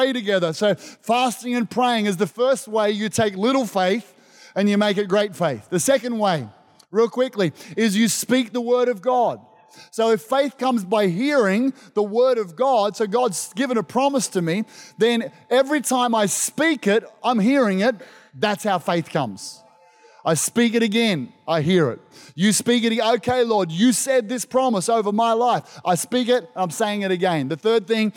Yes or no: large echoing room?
yes